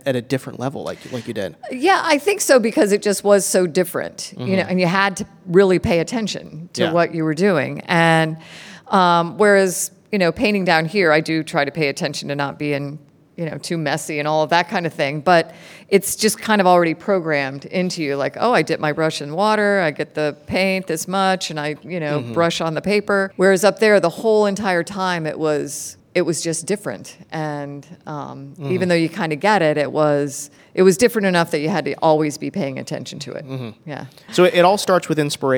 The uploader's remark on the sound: fields questions from kids at a live taping Friday from the Orlando Science Center